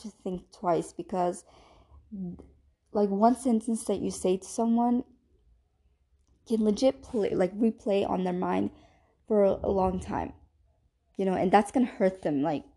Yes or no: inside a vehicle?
no